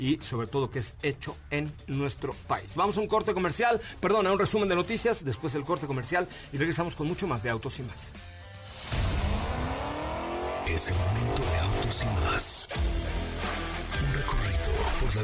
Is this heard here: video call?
no